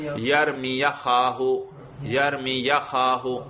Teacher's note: یا پر زبر پڑھو اور حمزہ کو گرا دو